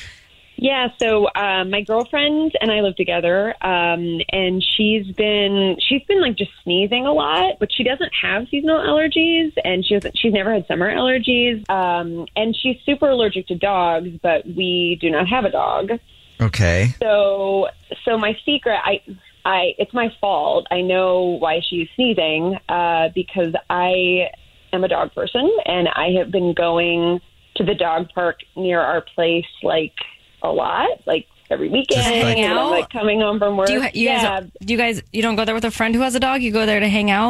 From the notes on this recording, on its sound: The woman on the phone